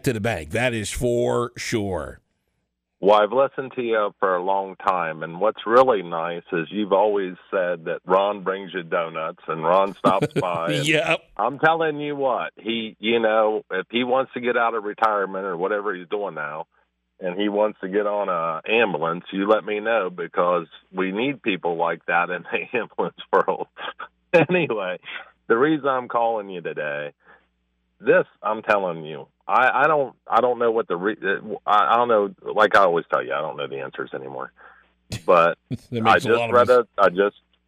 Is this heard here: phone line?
yes